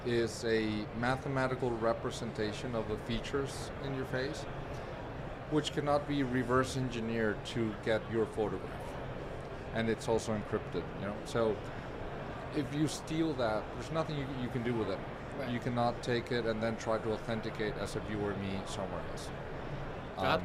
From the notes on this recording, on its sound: Recorded at Money 20/20 in October 2022